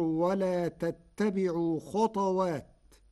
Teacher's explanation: قرأ ورش كلمة خطوات بإسكان الطاء فتصير ولا تتبعوا خطوات، والإسكان والضم لبعض القبائل.